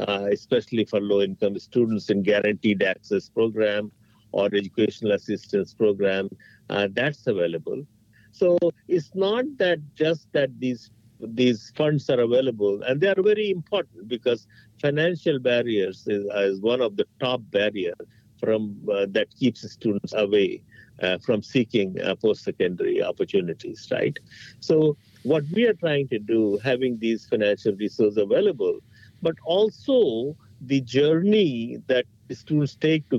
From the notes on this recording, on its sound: So, we hopped on the phone